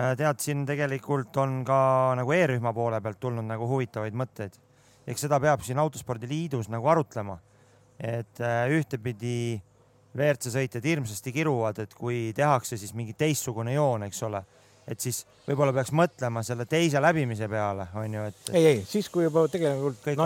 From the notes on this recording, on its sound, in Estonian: otse sündmuskohast